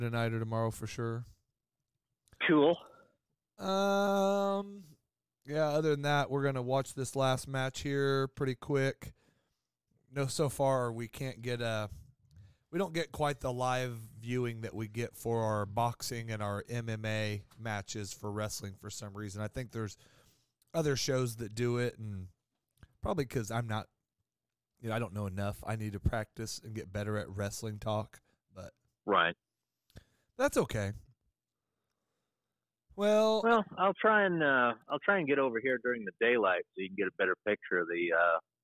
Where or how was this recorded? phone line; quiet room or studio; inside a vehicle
phone line